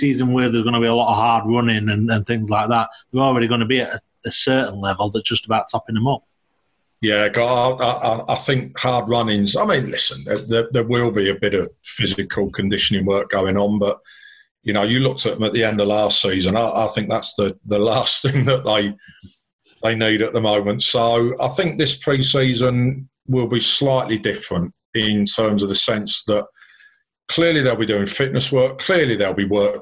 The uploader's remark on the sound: Apologies for any audio issues in this episode as social distancing guidelines mean we are still recording on a video conferencing site.